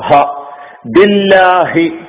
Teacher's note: ഈ ഹ എന്ന് പറയുന്ന അക്ഷരം തൊണ്ടയിൽ നിന്ന് ഉത്ഭവിക്കുന്നതാണ് തൊണ്ടയുടെ ഏറ്റവും അടിഭാഗത്ത് നിന്നാണ് അത് ഉത്ഭവിക്കുന്നത്